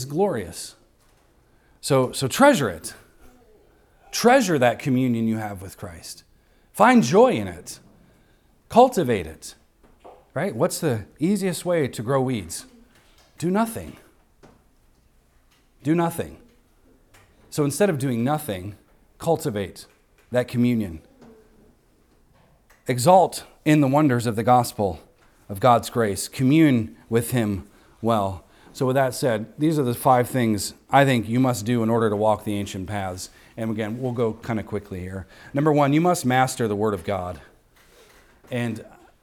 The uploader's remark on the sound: recorded on Sunday, December 31st, 2023, at the weekly worship gathering of Cross & Crown Church